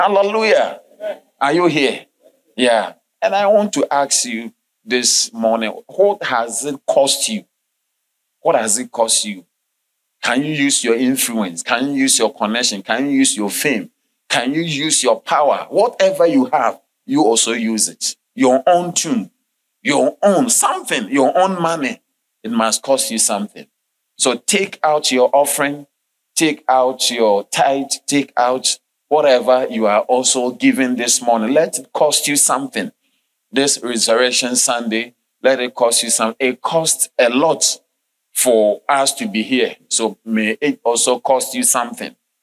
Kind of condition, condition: setting, large echoing room